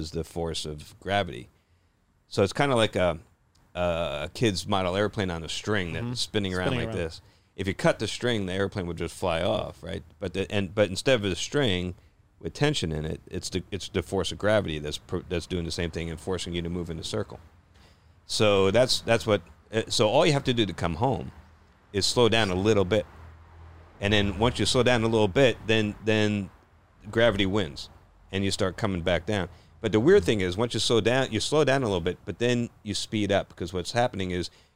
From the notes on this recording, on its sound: Joins the boys in the truck.